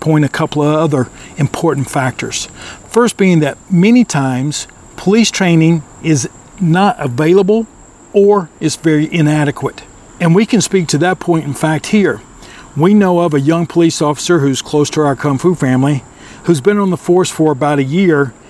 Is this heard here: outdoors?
yes